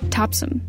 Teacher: The second syllable is clipped, so it almost sounds like there's no vowel.